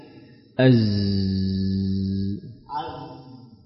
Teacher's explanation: jadi tahan nafas, jangan dihembuskan. Jangan ditekan sampai keluar, nanti yang muncul sin.